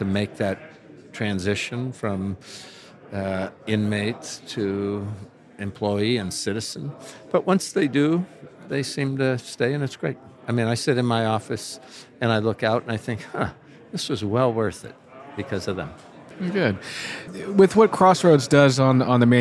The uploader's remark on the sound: Plus, more of the best discussions from a packed Solar and Energy Storage Summit in San Francisco. Live from the Wood Mac event.